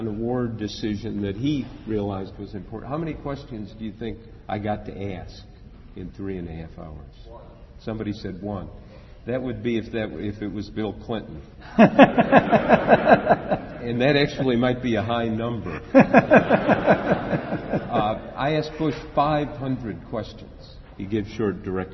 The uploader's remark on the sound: During a session at the 2009 IRE Conference in Baltimore